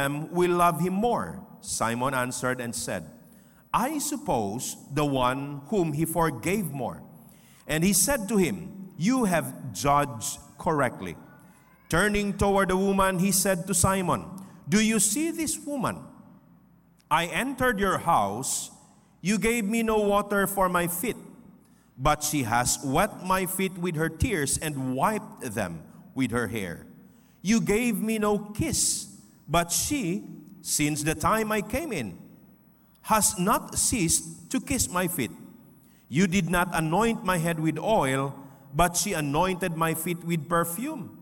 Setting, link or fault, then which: setting, large echoing room